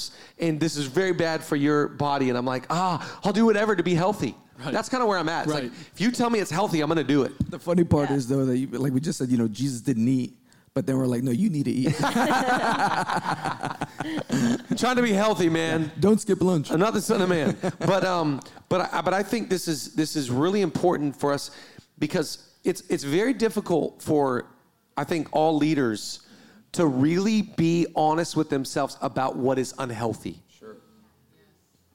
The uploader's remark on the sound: 100th Episode Live Recording